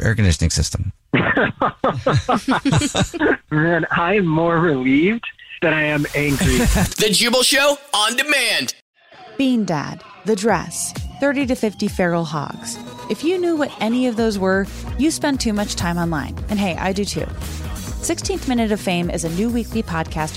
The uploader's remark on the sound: phone prank style